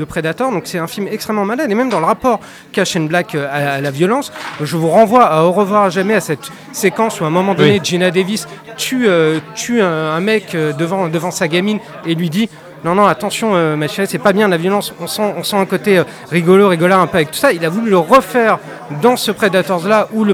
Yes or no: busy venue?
yes